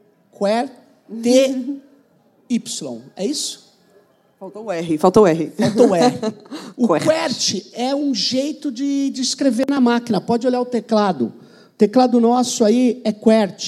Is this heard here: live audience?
yes